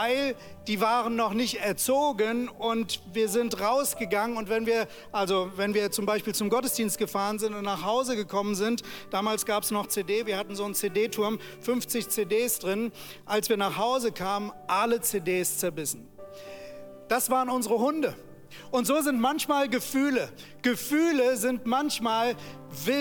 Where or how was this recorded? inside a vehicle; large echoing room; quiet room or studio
large echoing room